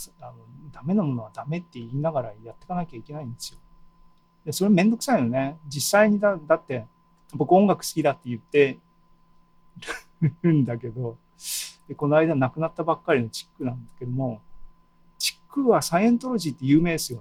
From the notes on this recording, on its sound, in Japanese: ２０２２年７月２７日に開催した ZOOMライブの模様です。